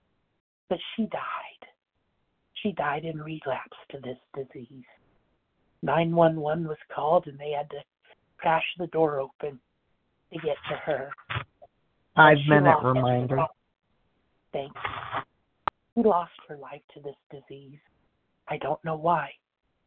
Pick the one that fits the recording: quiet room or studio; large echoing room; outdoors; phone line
phone line